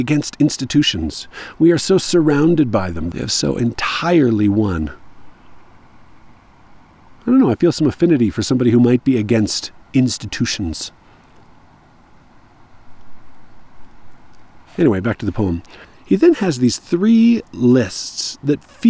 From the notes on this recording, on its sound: I was on a dusty, dry trail somewhere in the American Fork canyon, all by myself (except for the bee that interrupted me while I was recording.